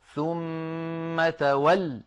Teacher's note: تولى عنهم أيضا هذا أصله تولى ماضي يتولى مضارع، وأنت تولى، فبني على حذف حرف العلة من آخره، لذلك نقف عليه بحذف حرف العلة ثم تول، ولا بد من الضغط على اللام المشددة هكذا ثم تول، ولكن لا يتعمد هذا الوقف، وإنما هو وقف اضطراري أو اختباري.